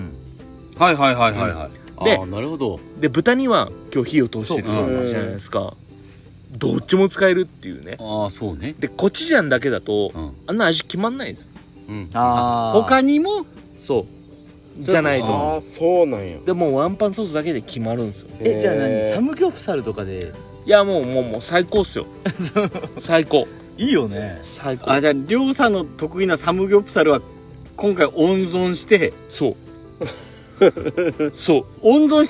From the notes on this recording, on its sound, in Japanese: 福岡市西区にある唐泊VILLAGEで。収録の日はお盆だったので焚き火で先祖を迎えております。